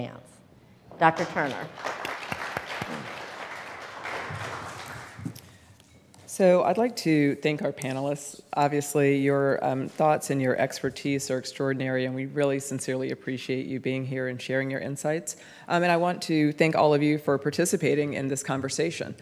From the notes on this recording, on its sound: This episode features the audio from a press conference that the ACS held in Washington, DC